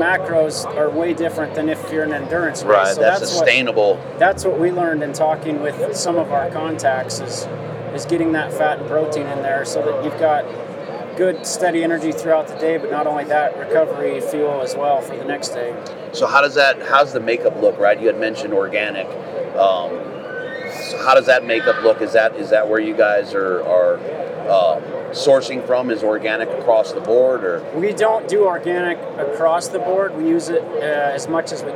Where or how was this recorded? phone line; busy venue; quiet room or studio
busy venue